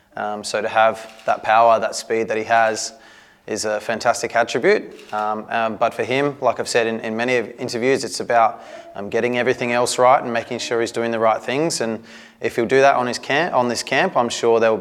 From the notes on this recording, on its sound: Press conference. Speaks to media at Coopers Stadium.